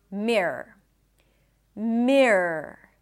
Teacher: It has to be quick, rrr. And when you say it quickly, the entire word, it just sounds like a long R.